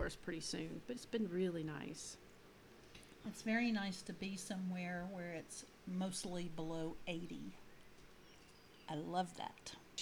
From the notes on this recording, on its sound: The sound on the podcast may be a little low. This is our very first podcast so we have a few kinks to work out.